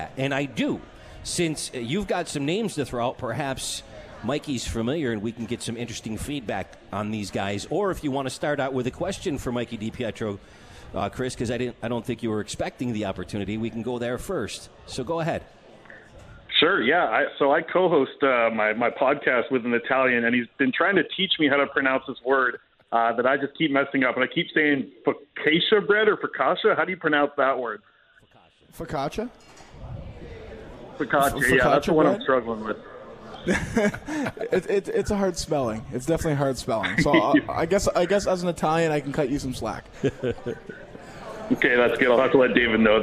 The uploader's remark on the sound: At The 72 Tavern & Grill and joined on the phone.